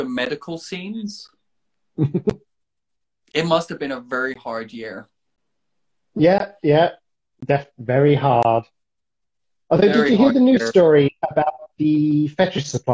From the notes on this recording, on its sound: Recorded on 4 September 2021 on Instagram Live